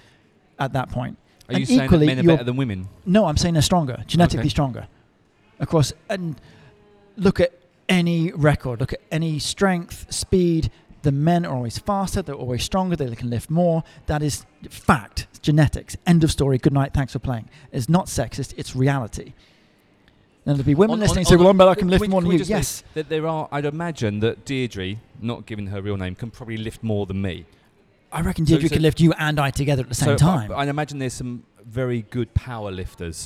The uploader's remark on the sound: Recorded at Coffee Lab